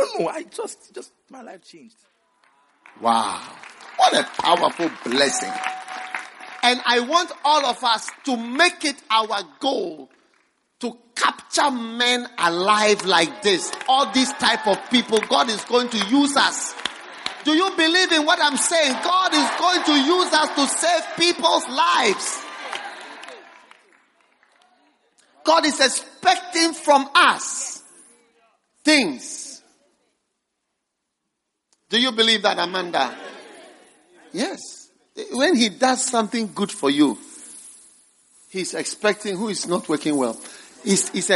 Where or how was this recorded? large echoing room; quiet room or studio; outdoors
large echoing room